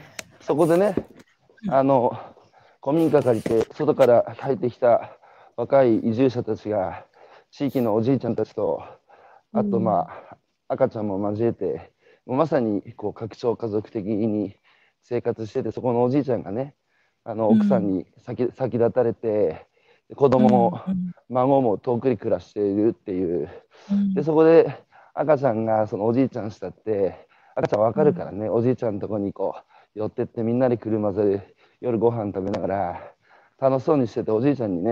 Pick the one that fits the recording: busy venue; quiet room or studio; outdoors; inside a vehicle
outdoors